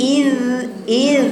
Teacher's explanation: بخبط سنان لساني في سناني اللي فوق · Term: صوت الذال